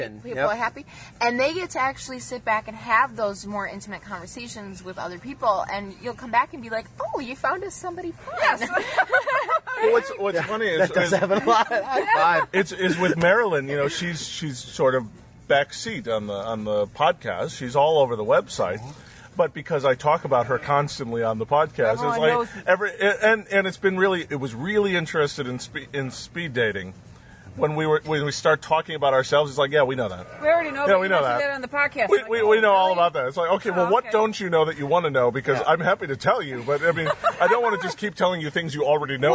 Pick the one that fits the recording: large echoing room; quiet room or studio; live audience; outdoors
outdoors